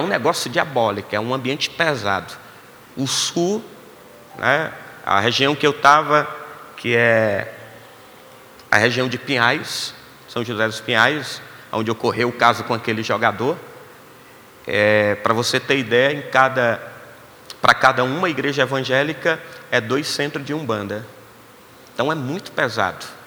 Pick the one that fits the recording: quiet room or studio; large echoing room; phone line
large echoing room